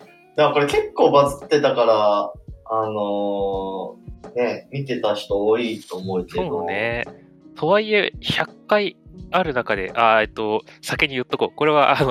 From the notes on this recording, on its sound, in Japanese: すみません、今回ちょっと音声が悪いかもです。